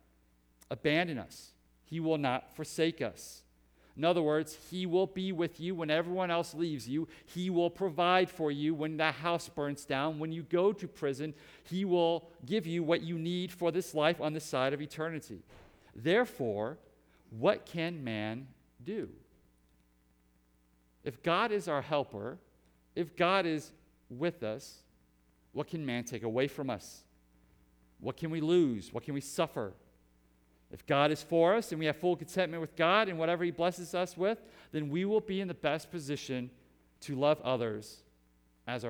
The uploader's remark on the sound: Preached at Hope Community Church, West Salem, WI